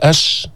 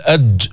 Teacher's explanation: لما تقول أش الشين يجري الصوت معها، فالشين حرف رخو، أما في الجيم، في القاف، في الطاء، في الهمزة حرف شديد ينقطع الصوت عند النطق به